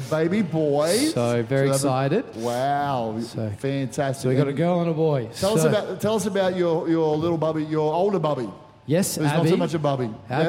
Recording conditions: large echoing room